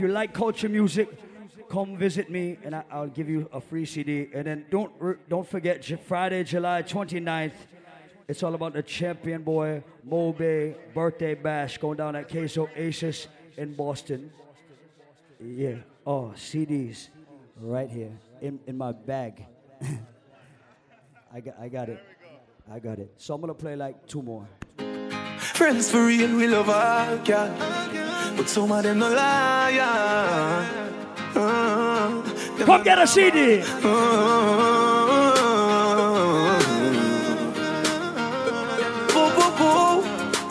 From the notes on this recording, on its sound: LIVE AT PLATINUM SUNDAZE IN CAPE COD. Live audio segment from Platinum Sundaze in Cape Cod, MA on June 19th, 2016.